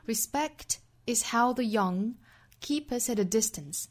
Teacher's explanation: 在 respect 后面可以做一次停顿，我们这个时候强调一下 respect 这个事情